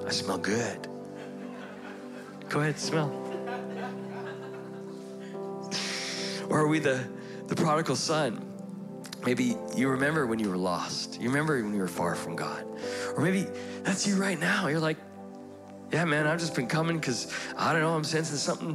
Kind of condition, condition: setting, live audience